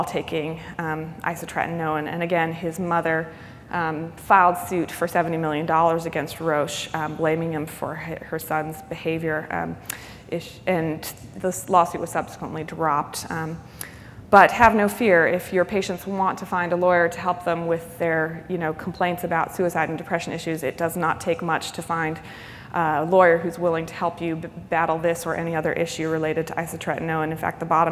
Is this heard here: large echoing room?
yes